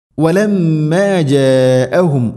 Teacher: മദ്ദിൻ്റെ അക്ഷരമായ അലിഫിന് ശേഷം ഹംസ, അതേ പദത്തിലാണുള്ളത്. നിർബന്ധമായിട്ടും നാലോ അഞ്ചോ ഹർക്കത്തിൻ്റെ ഖദറിൽ നീട്ടണം · Term: മദ് മുത്തസിൽ